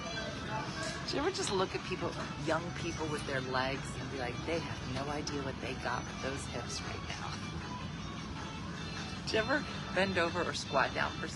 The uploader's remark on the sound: Live from the airport